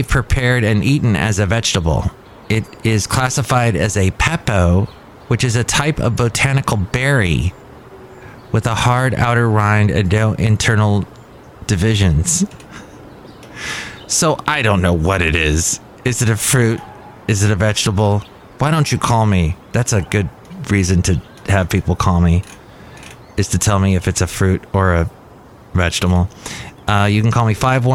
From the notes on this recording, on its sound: podcasts live from Café Anyway